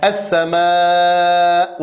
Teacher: ثم ما يتعلق باللسان يكون في قاع الفم، يعني اللسان في نطق حرف الألف لا يتحرك أبدا